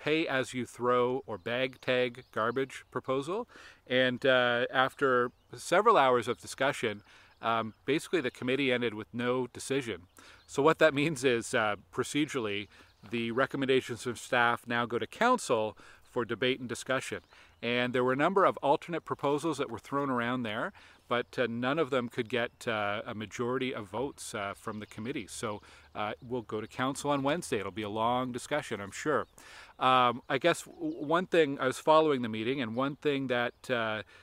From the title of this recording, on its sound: From the Jackson Trails wetland along Feedmill Creek